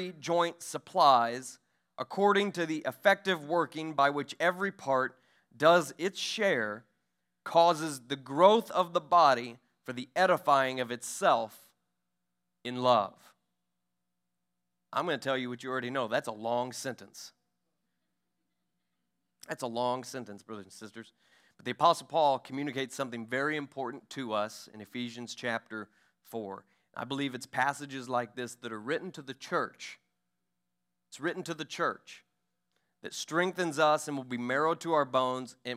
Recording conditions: large echoing room